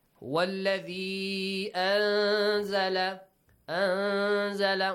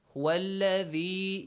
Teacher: والذي، you bite your tongue a bit. أنزل، ز has the Z sound in English, but ذال doesn't have the Z sound.